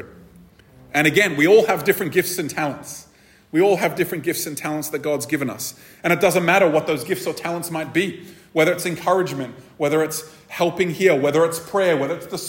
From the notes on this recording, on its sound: This episode was recorded at a Thrive Community gathering on the 28th May 2023.